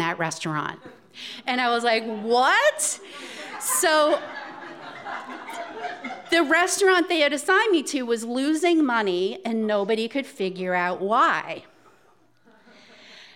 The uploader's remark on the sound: This event was recorded in front of live audience on July 17th, 2018 at Wellfleet Preservation Hall in Cape Cod, Massachusetts.